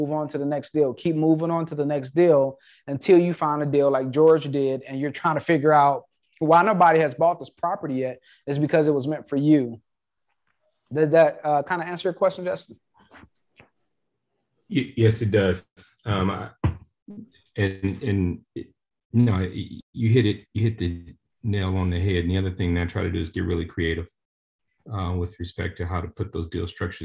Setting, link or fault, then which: link, video call